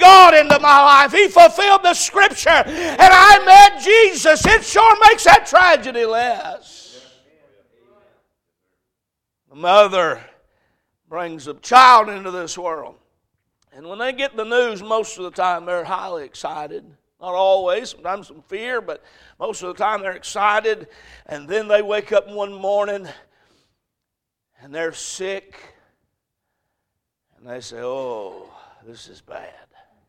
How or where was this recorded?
large echoing room